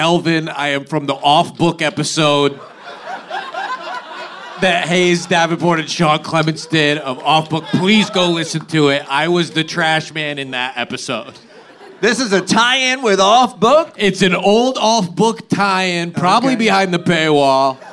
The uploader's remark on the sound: Live from the Dynasty Typewriter